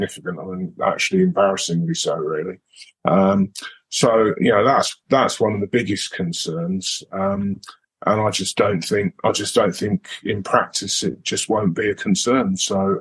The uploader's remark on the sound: This latest episode of the Newsagent podcast is a recording of our webinar.